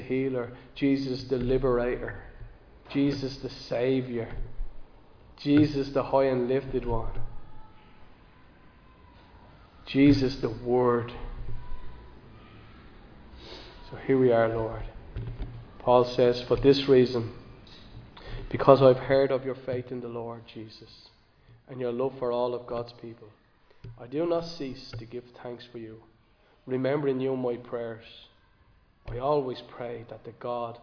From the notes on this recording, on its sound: Recorded live in Liberty Church on 17 December 2023